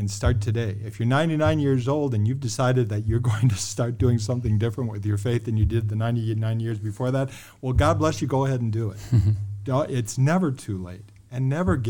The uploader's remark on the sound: MANNA LIVE! St. Bart's Catholic Church Men's Club Event. A special LIVE episode.